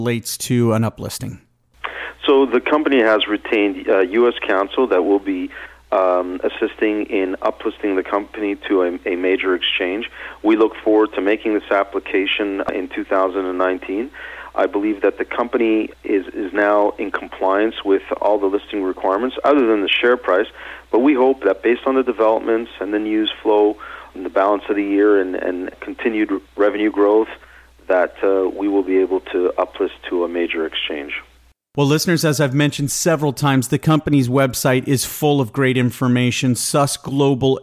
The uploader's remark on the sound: called in to SmallCapVoice